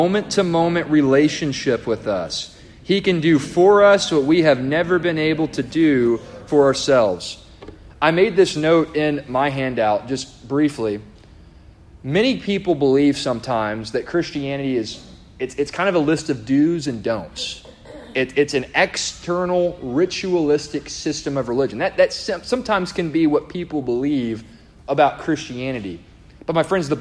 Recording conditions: live audience